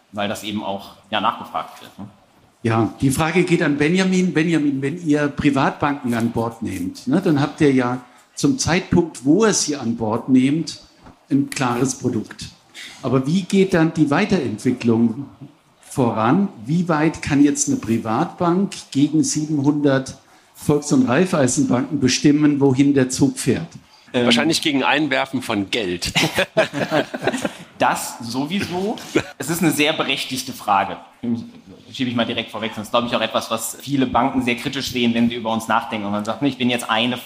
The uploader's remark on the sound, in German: Diese Folge ist eine Aufzeichnung des gleichnamigen Panels von der Banking Exchange 2023 aus Frankfurt im Juni 2023.